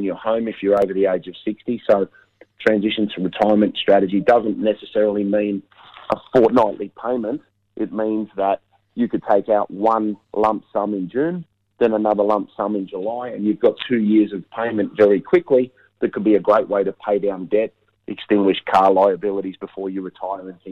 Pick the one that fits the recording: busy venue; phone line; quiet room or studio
phone line